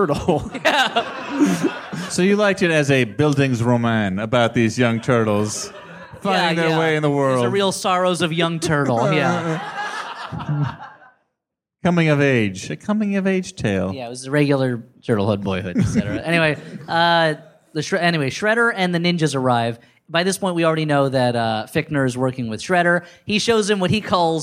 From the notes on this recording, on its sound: Recorded on 1/9/2015 in front of a live, sold out crowd in The Bell House in Gowanus, Brooklyn.